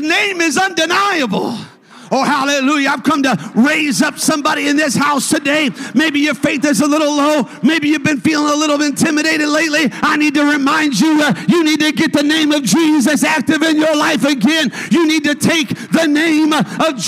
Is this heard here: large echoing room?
yes